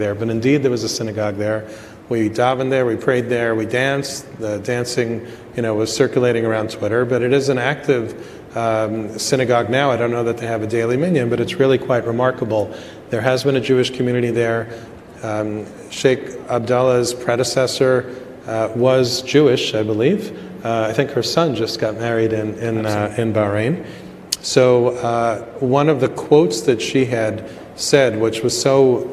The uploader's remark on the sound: At Yeshiva University in New York City. Thank you to Yeshiva University for hosting. Recorded in front of an audience.